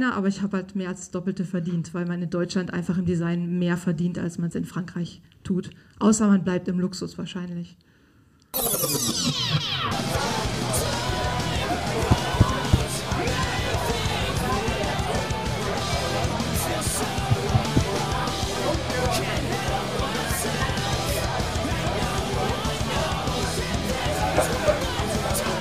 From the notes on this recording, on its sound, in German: Bratwurst and the City - Live im Afterwork. Drei Podcasts an einem Abend vor Livepuplikum. Hier ist nur unser Part der Podcastbrause zu hören.